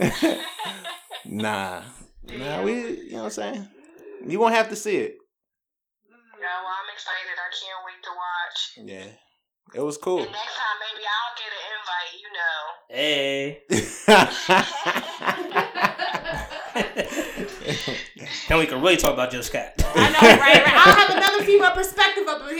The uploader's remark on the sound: Apologies for the crackling mics. Volume was a little too loud for the setting...